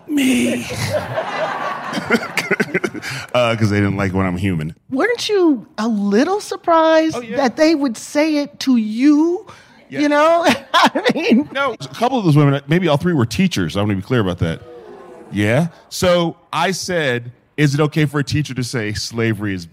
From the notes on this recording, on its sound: Panel, recorded live from the Sundance Film Festival in 2023.